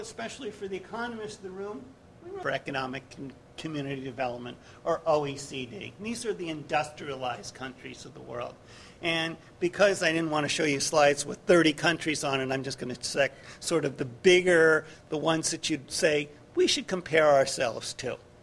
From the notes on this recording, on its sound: GBF 2010 - Opening Dinner/Keynote.